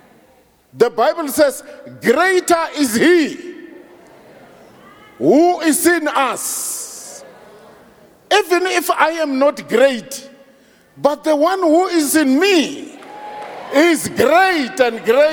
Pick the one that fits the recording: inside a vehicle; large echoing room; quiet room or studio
large echoing room